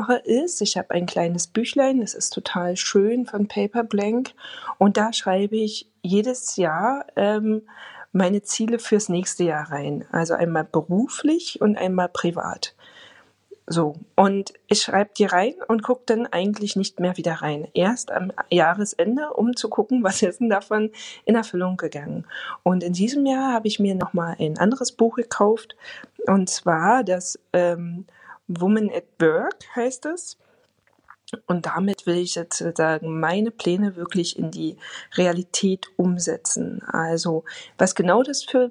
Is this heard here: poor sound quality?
no